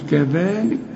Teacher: طلع لسانك في الذال وبعد الذال في ألف كاملة